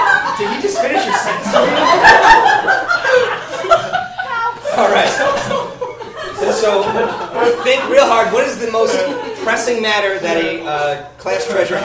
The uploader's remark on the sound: Respond to important issues suggested by the audience! Pity Applause performs live improv comedy every other Friday in Brooklyn, NY!